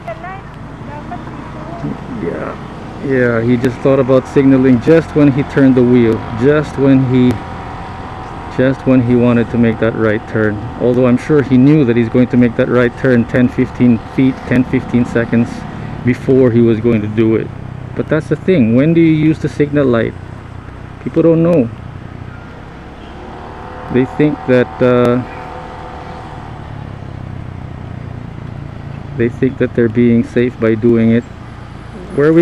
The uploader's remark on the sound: Moto imus, cavite. When I first started riding the motorcycle and trying out recording the podcast with a mic on my helmet.